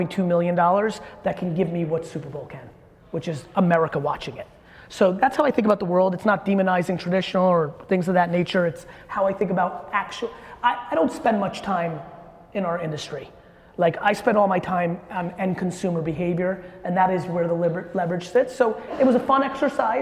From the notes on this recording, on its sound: that we did live in New York